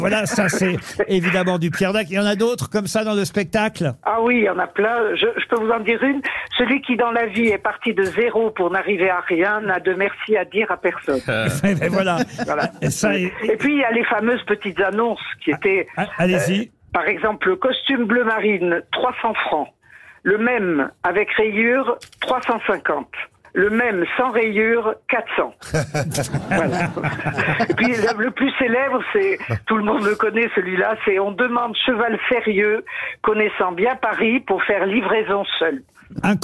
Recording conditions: phone line